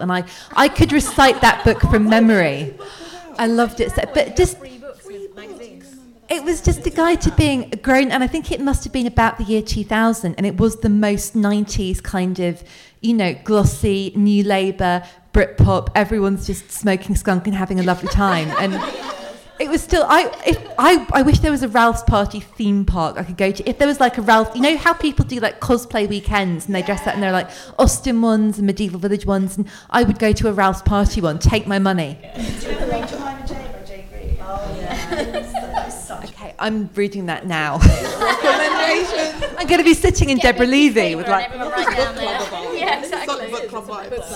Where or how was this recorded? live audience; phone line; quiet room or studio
live audience